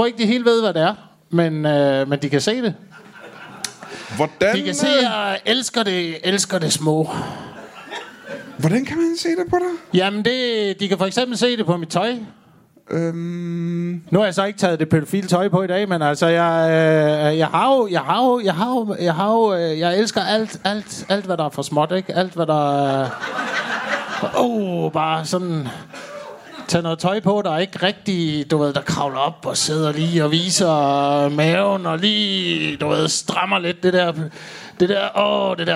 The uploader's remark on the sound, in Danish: LIVE fra Næstved